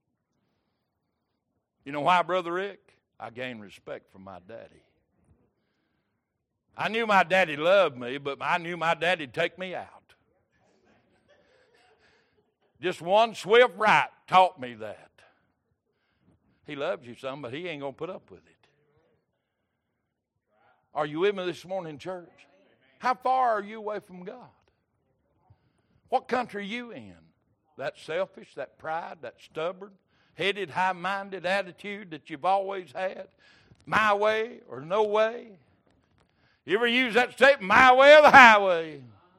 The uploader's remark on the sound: Recorded October 16, 2022 - Sunday Morning Servcie